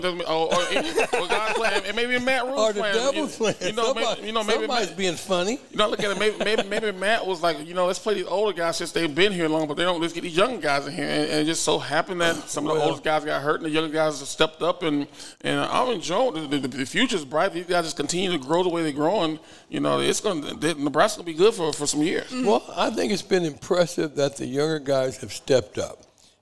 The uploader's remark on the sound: Live at Hurrdat Sports Bar & Grill